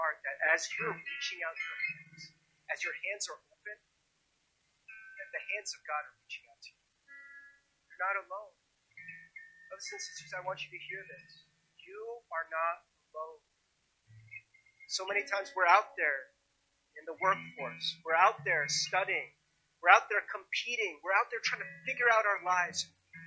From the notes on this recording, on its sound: Sorry for the audio quality towards the end.